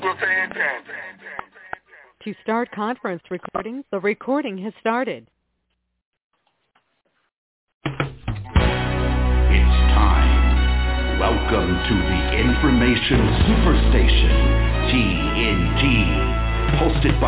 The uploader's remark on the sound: TNTSuperfantastic Conference Call